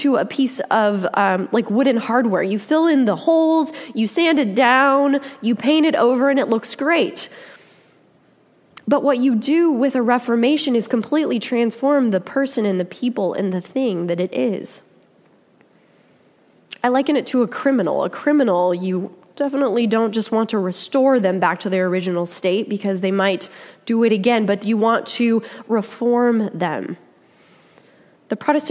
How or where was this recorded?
large echoing room